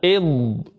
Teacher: هذه الاستطالة، يعني تقول إض، ويستطيل إلى مخرج اللام، يعني إلى مخرج اللام حرف الضاد تذهب به، يعني من حافة اللسان مما يلي الأضراس إلى الأمام